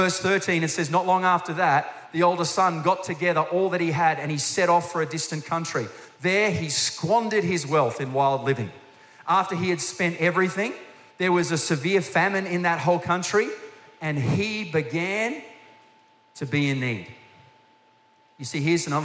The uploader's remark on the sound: Recorded during our 9am service